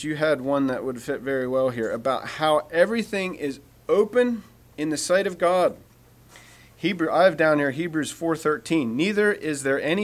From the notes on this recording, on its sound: Message preached at Word of Hope Mennonite Church